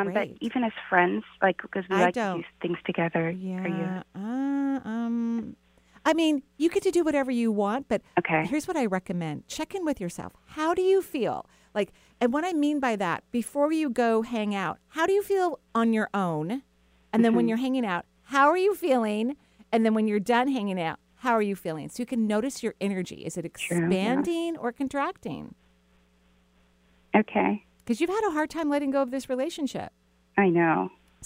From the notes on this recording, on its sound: Enjoy this call in show